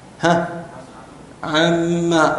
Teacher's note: النون أدغمت في الميم وحذفت